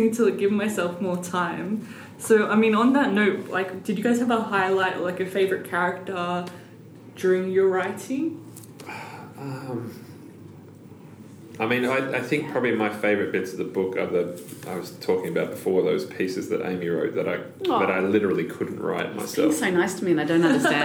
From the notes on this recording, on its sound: Live from the Obsidio launch. This special bonus episode is brought to you live from the book launch of Obsidio.